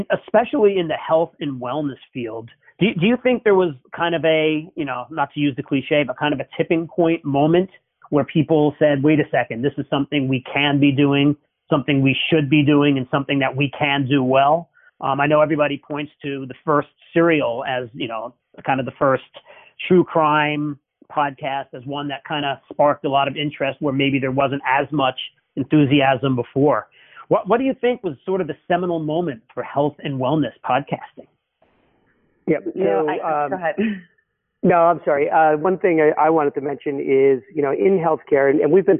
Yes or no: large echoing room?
no